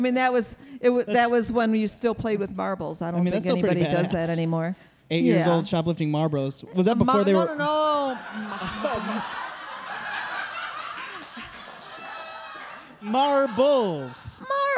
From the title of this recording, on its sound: LIVE at Planet Ant's 25th Anniversary Celebration